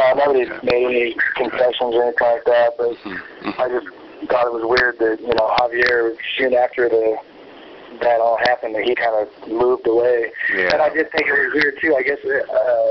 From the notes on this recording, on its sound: phone interview